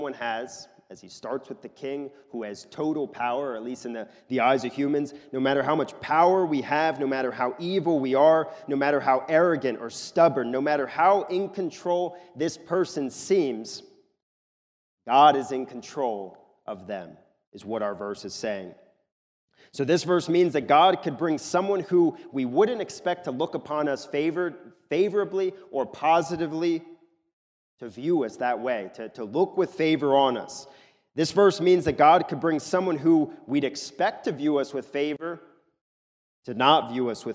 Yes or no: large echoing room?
yes